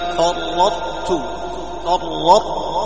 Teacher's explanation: لاحظ فرط، صفة الإطباق بقية